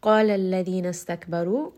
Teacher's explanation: Now because the قاف is heavy, the med is going to be heavy as well.